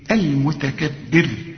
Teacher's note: إذا وقفت الراء مدام بيسبقها حرف مكسور وحتقف عليها ترققها